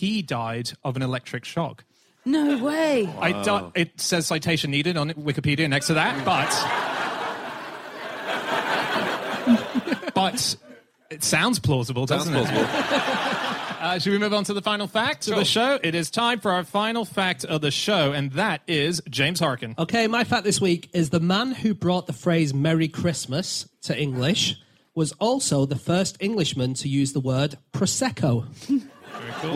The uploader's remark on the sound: live from Up The Creek in Greenwich